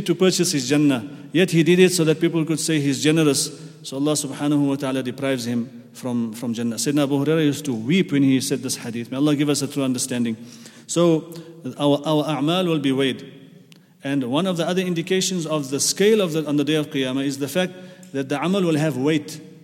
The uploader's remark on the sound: at the Houghton Masjid (West Street)